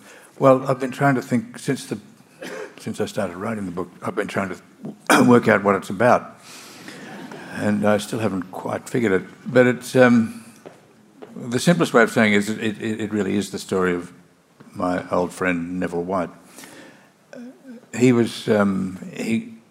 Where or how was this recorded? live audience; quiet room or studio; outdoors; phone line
live audience